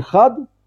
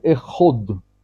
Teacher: На ашкеназе произносится, поскольку там есть камац. Да, камац мы произносим как О. Поэтому мы говорим не Эхад, а говорим Эход. · Shown in: second take